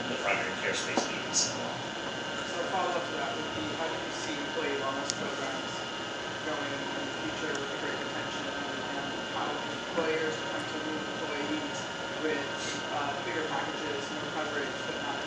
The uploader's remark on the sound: At the Digital Health Dinner and Keynote the night before the 19th annual Healthcare Private Equity and Finance Conference.